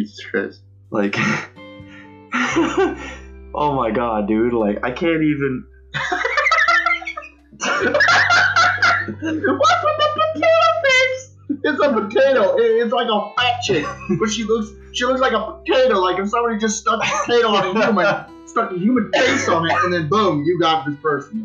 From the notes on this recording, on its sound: Audio was [very] rough but we're not quite perfected on the audio tech yet so we're planning to improve!